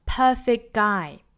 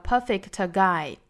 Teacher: 两个音一个 k 一个 t 两个都不发 · Shown in: first take · Term: 省读